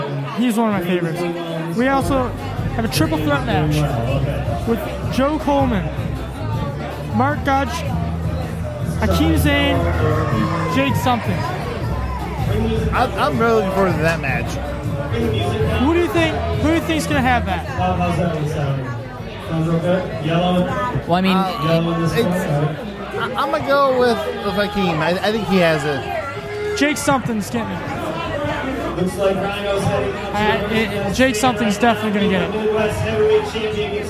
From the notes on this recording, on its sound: Live From XICW 202 Night Of Champions